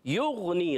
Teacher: غین میں کلکلا نہیں کرنا، ہلانا نہیں ہے، اور یغنی یا ساکن سے پہلے زیر آ جائے، ایک قاعدہ بنتا ہے.